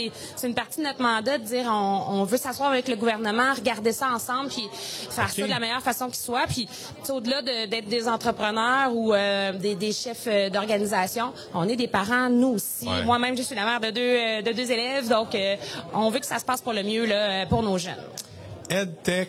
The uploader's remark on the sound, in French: L'entrevue a été enregistré au 41e congrès de l'AQUOPS